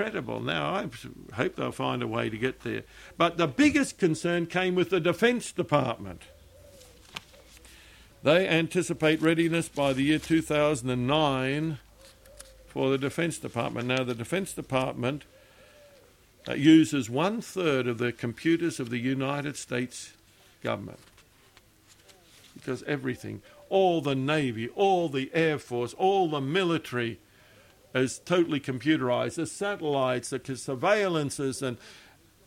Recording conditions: large echoing room